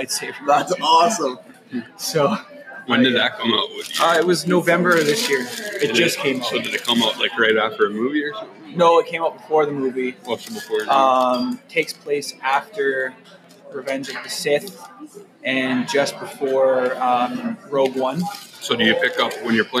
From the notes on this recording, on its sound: Recorded at Salute Coffee.